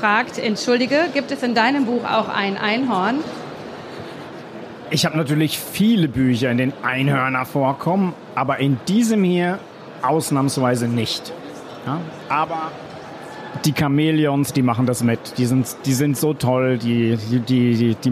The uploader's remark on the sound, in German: Der Podcast von Kids für Kids live von der didacta 2022. Auf der didacta 2022 in Köln. Mutige kleine und große Messegäste stellen ihre Fragen zum Buch.